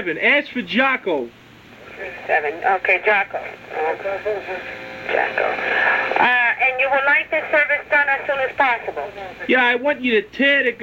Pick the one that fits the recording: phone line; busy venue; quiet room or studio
phone line